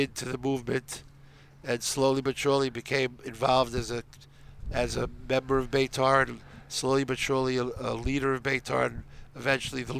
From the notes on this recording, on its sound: Live from The Inbal in Jerusalem.